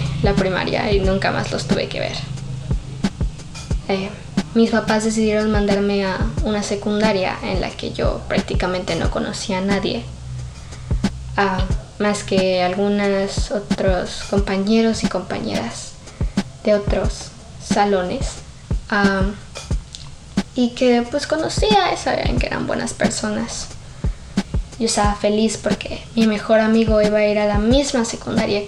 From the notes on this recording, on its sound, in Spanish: Pido disculpas por el ruido externo, pero como por el momento no puedo permitirme costear canceladores de sonido, tendran que convivir con ustedes mientras escuchan este episodio.